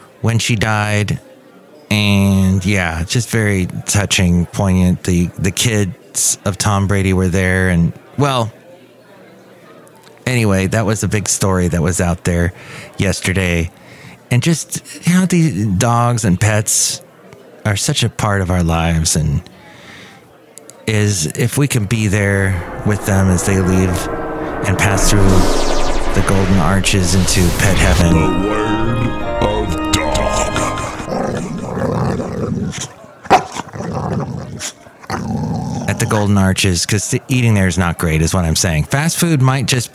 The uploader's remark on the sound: podcasts live from Café Anyway